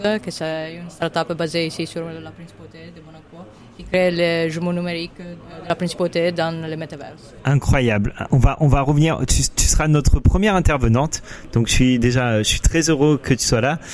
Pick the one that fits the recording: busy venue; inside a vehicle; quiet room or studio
busy venue